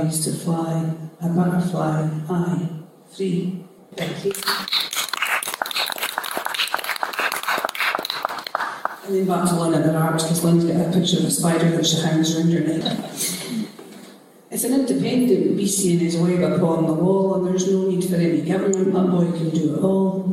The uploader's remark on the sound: An afternoon of live performances took place at the Roxbury Central Festival Fringe venue in Edinburgh this June. The Indypodcast team were invited along to record the event.